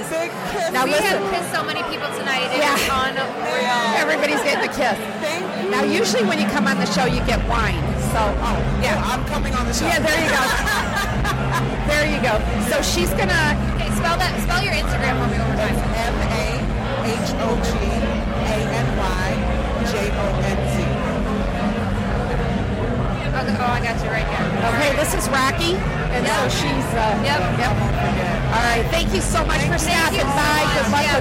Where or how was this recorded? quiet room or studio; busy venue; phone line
busy venue